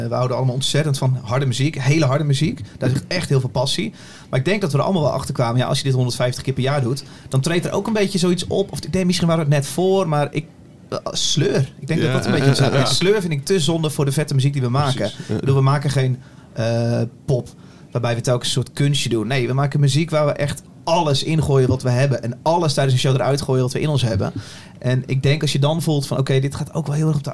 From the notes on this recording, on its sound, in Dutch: Live vanuit de artist village op Lowlands is dit de vrijdagaflevering van LLowcast.